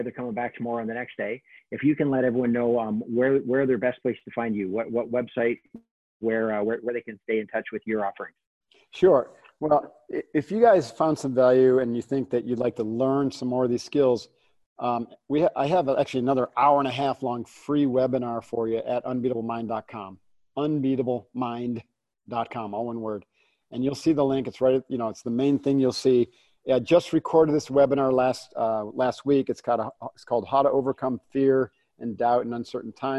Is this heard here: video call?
yes